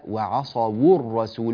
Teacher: واو اللين أيضا التي تدل على الجمع مثل وعصوا الرسول، فنضم الواو